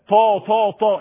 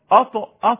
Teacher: انظر الى حرف الطاء وارتفاع اقصى اللسان للحنك لانه حرف مفخم